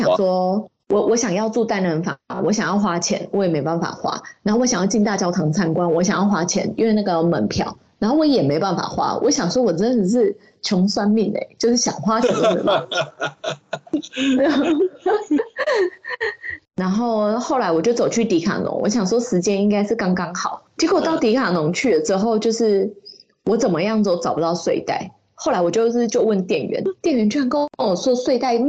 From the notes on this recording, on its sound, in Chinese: 本集於住宿公共空間進行錄音，故會出現些許背景音，若影響收聽品質請見諒!